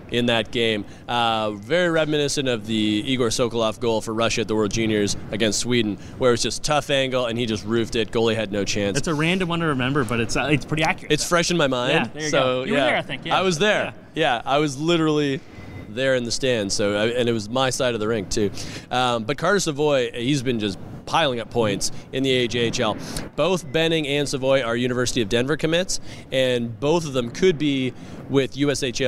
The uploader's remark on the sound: Live from the CHL Top Prospects game in Hamilton